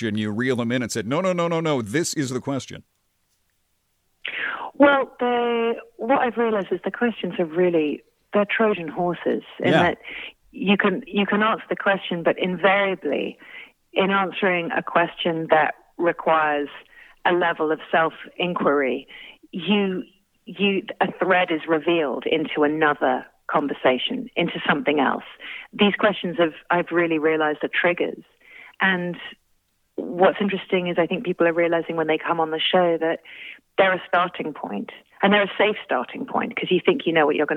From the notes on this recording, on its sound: Called in for a chat.